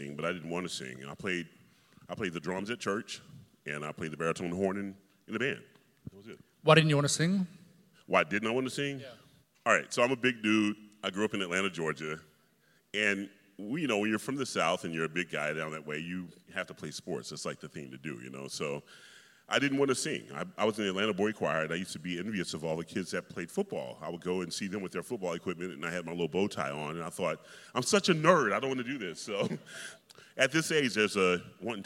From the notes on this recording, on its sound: In this conversation, recorded immediately before the final dress rehearsal of Rigoletto in 2018. An audience of several hundred local students.